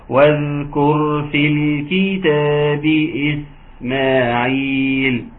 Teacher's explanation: جريان الصوت في السين مع الصفير